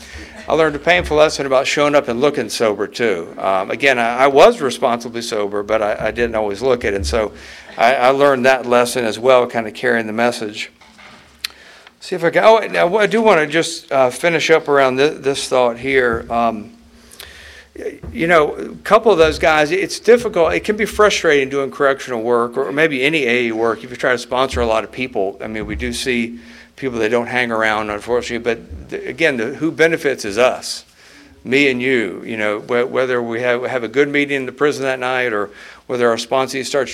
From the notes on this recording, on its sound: at the 34th Freedom From Bondage Conference in Aberdeen NC in 2023